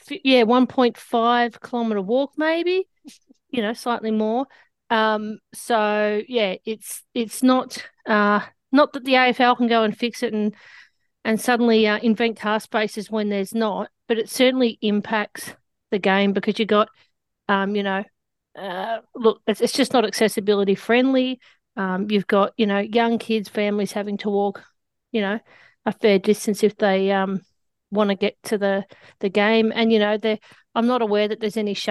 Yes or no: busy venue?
no